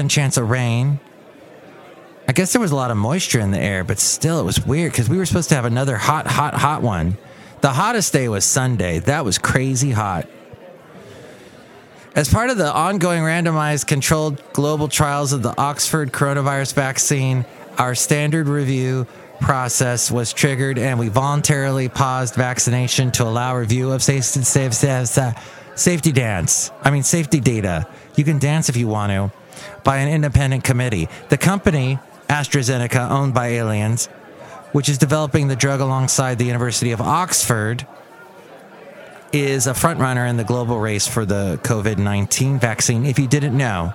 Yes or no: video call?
no